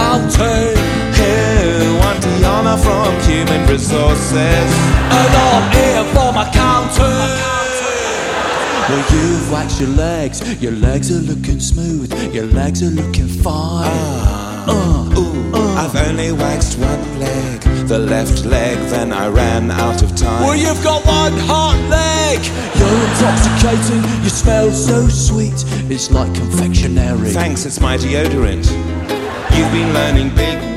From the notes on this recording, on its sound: Live in London.